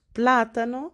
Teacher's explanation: pla, que es la sílaba más fuerte, es la antepenúltima